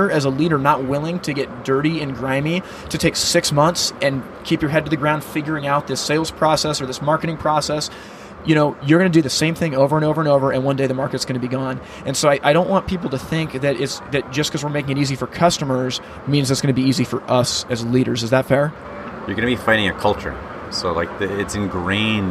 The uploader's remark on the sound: Live from HPB Expo 2019